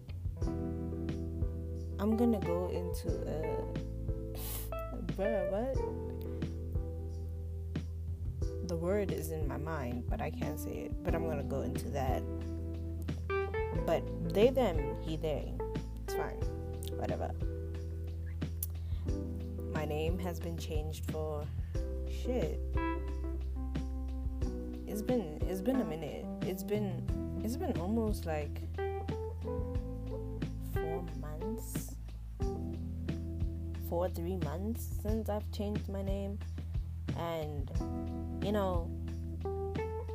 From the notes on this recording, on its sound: hang out with me and my shitty mic